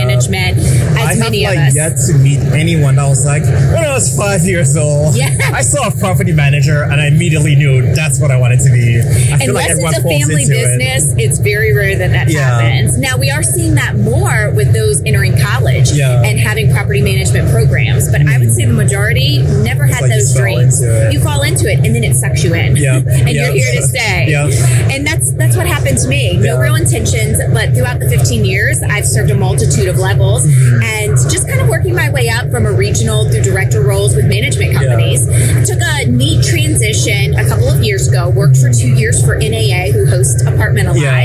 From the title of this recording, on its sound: LIVE AT NAA